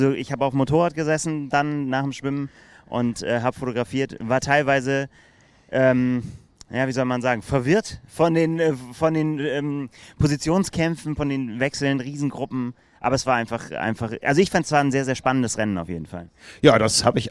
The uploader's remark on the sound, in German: Video-Podcast aus Frankfurt. Live auf dem Parktplatz vor der Siegerehrung des Ironman Frankfurt.